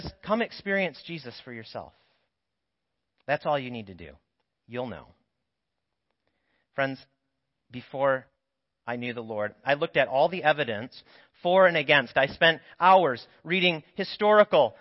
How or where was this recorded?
large echoing room